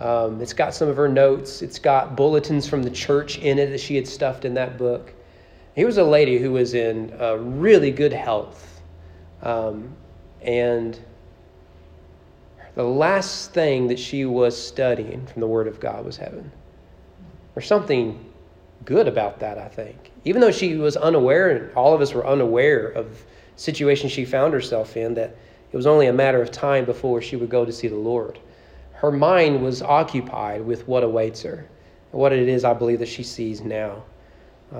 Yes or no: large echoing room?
yes